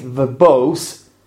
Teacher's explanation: hopefully you have noticed that I stressed the second syllable. I didn't say verbose, but I said verbose.